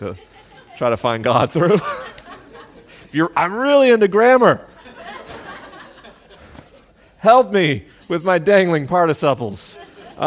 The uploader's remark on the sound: LIVE in Boston, MA. This week is a live episode: the questions are unscreened and the answers are unrehearsed.